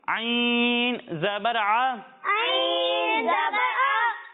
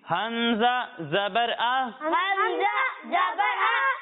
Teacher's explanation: جب ہم عین کی ادائیگی کریں گے تو اسے حلق کے درمیانے حصے سے پڑھیں گے، اور جب ہم حمزہ کی ادائیگی کریں گے تو اسے حلق کے نچلے حصے سے پڑھیں گے